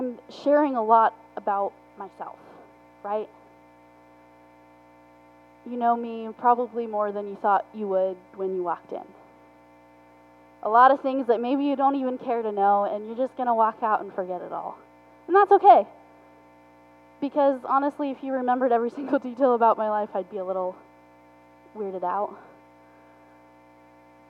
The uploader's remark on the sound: Forgive the poor audio quality.